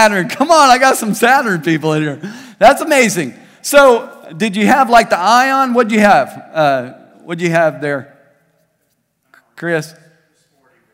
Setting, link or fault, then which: setting, large echoing room